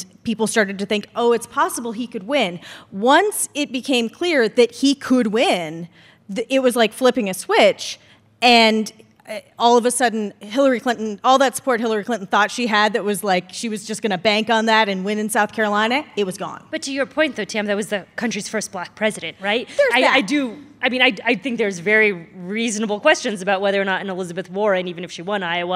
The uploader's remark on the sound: This is a special episode, recorded in front of a live audience at the Boulder Theater in Boulder, Colorado.